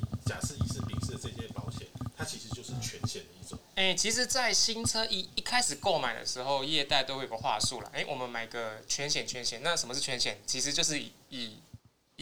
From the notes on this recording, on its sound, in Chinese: 警告:錄音師翹班 主持人忘記開麥 拍謝拉!